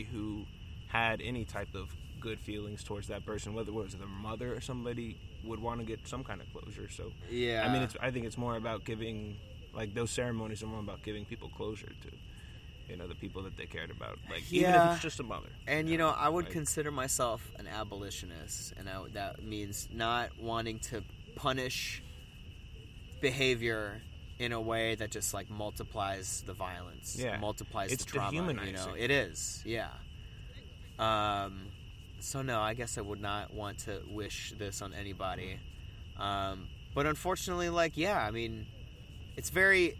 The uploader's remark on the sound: recorded at the outdoor studio (the park)